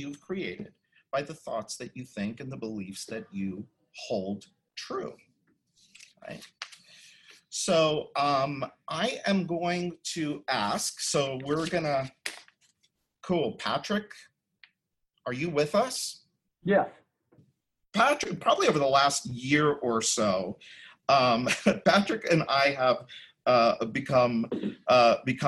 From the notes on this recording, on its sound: the audio from a special online event